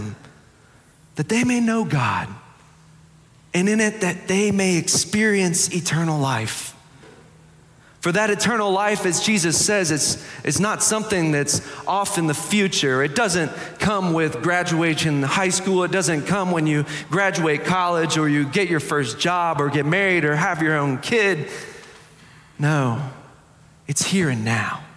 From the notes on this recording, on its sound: Preached on May 21, 2023 for our Sanctuary Worship Service.